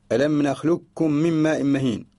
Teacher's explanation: أدغم قاف ألم نخلقكم أدغمها في الكاف ألم نخلقكم من ماء مهين الأصل ألم نخلقكم القاف من أصل الفعل خلق وكم ضمير ألم نخلقكم من ماء مهين، هناك إدغام.